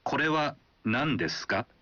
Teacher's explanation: menyebutkan kalimatnya dengan intonasi menanjak, artinya Anda mengajukan pertanyaan